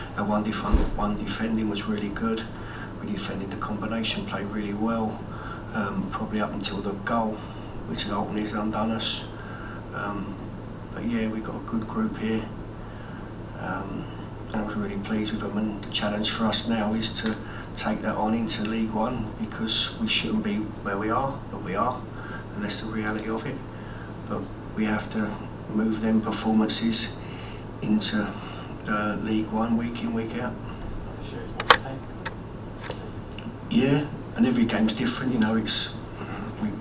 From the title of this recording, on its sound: PRESS CONFERENCE